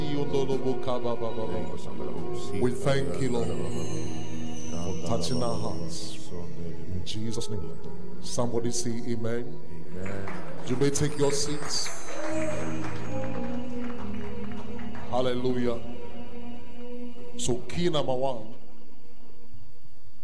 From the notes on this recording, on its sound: Preach at The Art of Evangelism Conference